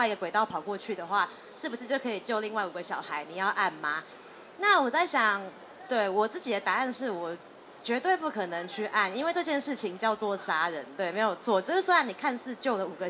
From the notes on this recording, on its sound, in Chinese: 錄製地點：2024台北國際書展讀字公民攤位讀字沙龍